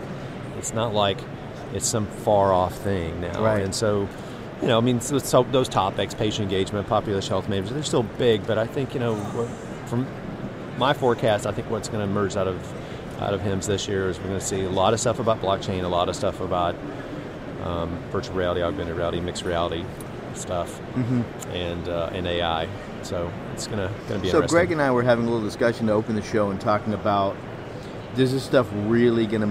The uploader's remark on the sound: LIVE From #HIMSS17.